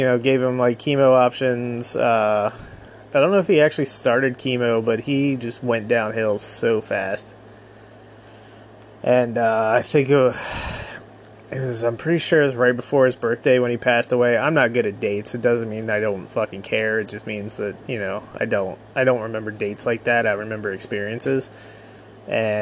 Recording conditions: sounds in the background